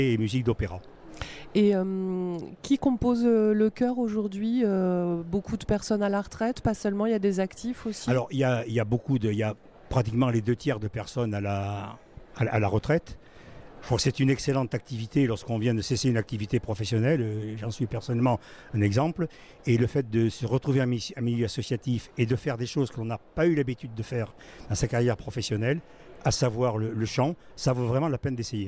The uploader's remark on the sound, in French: En direct du Forum des Associations de Soorts-Hossegor. Au micro de Wave Radio.